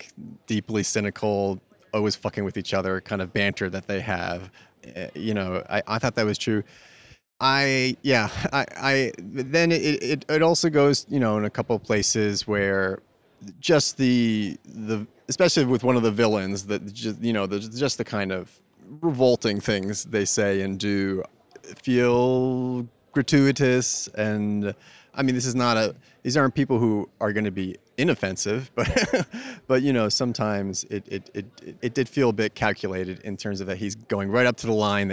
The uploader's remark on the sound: in an undisclosed garden location at the Venice Film Festival